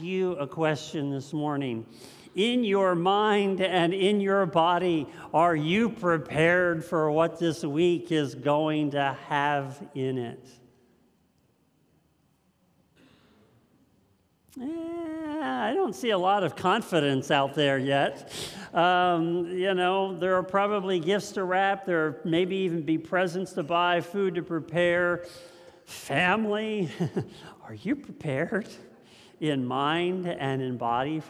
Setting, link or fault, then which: setting, large echoing room